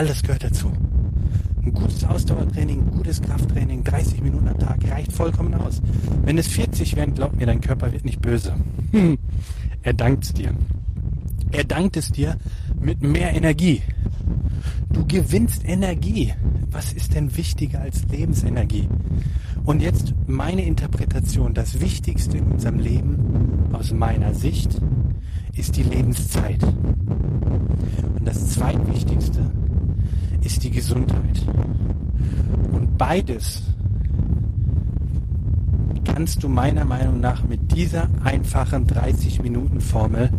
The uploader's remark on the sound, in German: Die heutige Podcastepisode wurde im Park aufgenommen. Ich bitte die ungewöhnlich schlechte Qualität zu entschuldigen.